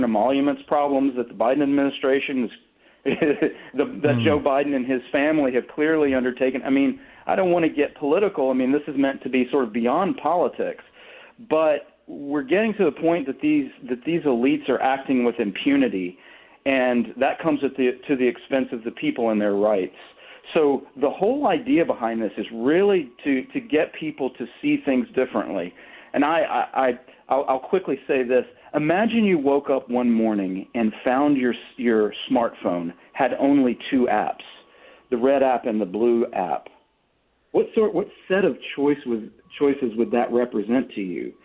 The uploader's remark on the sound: Then, we take phone calls.